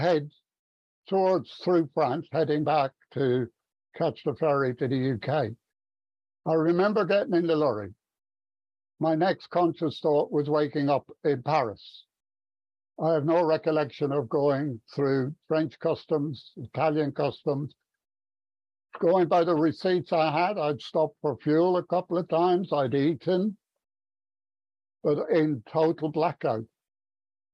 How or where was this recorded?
video call